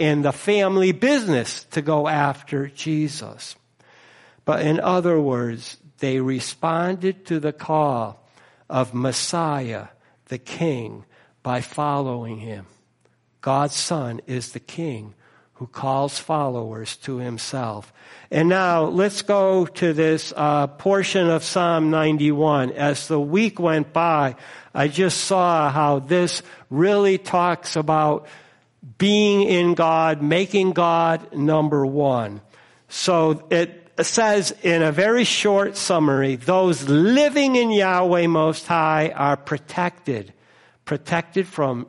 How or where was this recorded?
large echoing room